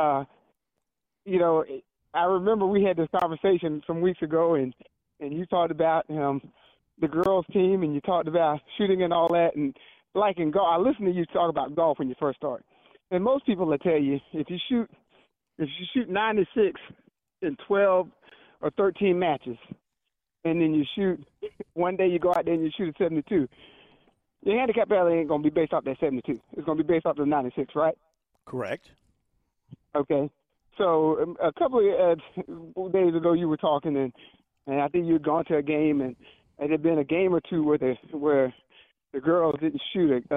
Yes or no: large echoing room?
no